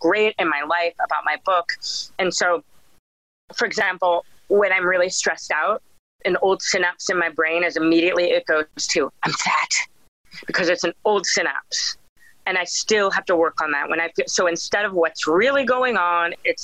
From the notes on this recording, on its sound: When we ended the Zoom call.